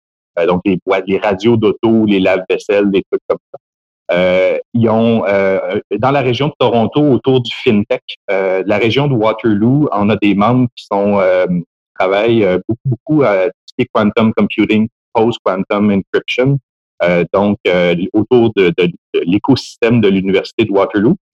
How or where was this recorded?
video call